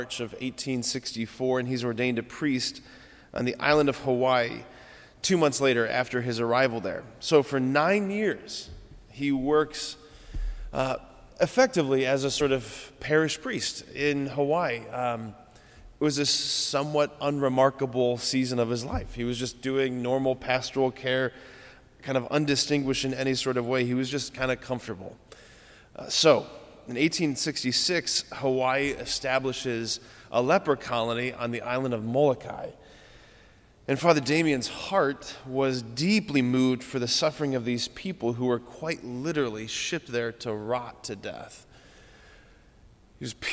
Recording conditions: large echoing room